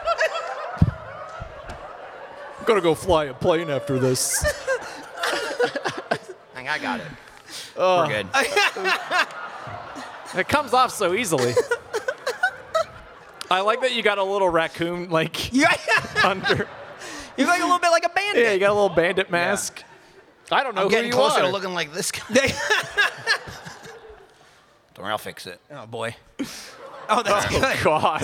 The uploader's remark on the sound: Live at RTX 2022